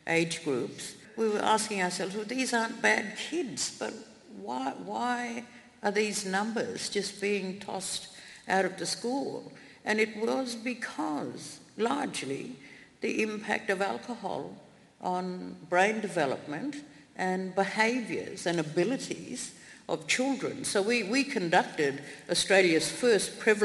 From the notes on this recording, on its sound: live from WOW - Women of the World Festival at the Royal Festival Hall in London